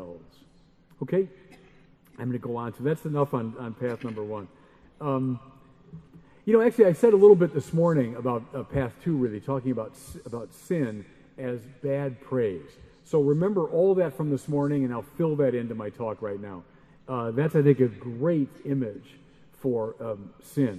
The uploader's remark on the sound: Keynote address at Adoremus. The Adoremus Eucharistic Congress and Pilgrimage in Liverpool.